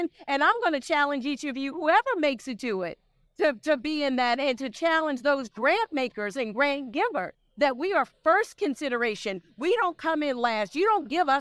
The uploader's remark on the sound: We spent time at the 47th NOBLE Training Conference and Exhibition in Cleveland and held several live podcast recordings.